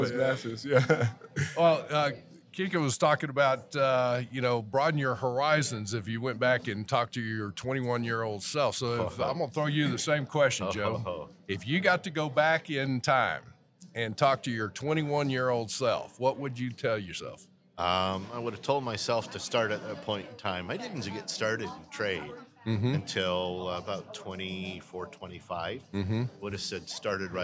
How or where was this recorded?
busy venue